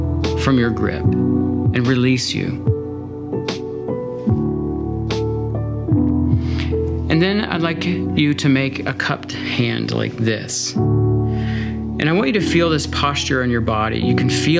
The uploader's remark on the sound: originally taught this sermon at The Meeting Place, a church in downtown Winnipeg, Manitoba